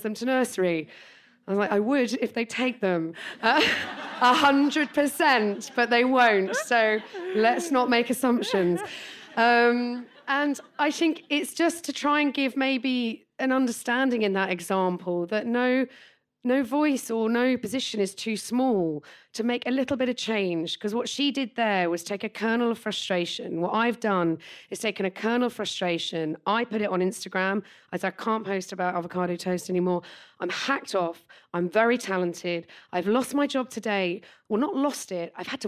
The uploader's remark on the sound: recorded at Squiggly Careers Live on October 17th